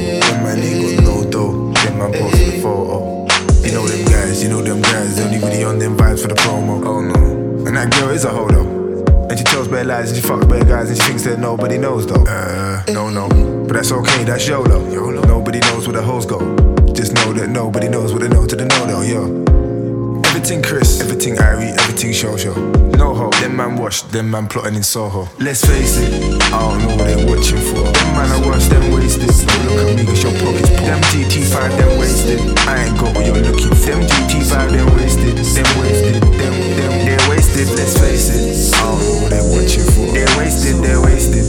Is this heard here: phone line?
no